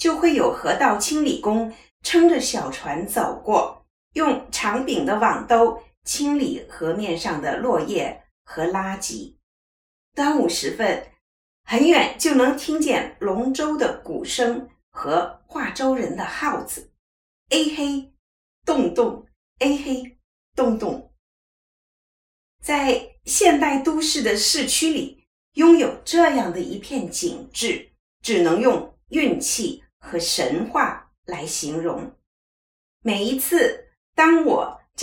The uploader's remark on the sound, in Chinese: 器材受限空間音較明顯。遠從加拿大傳來她的聲音。